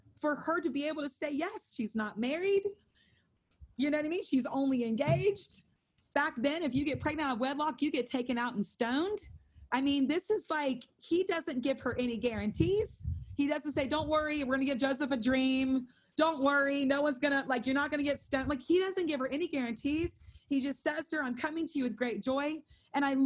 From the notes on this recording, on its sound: held over zoom